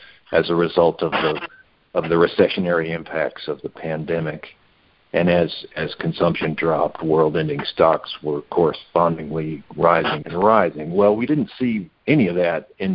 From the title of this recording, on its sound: July 2020 Monthly Conference Call